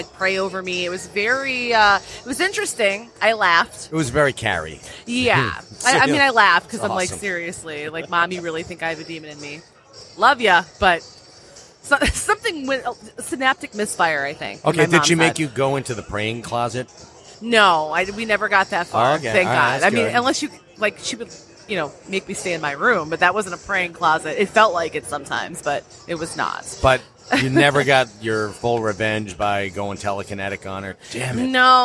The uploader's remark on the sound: Live from Fantasticon Toledo